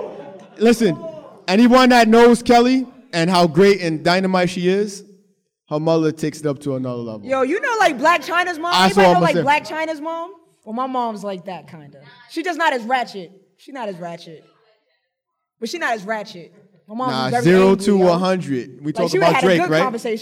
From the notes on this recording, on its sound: Live Show at BXLIVE. Recorded at bxlive.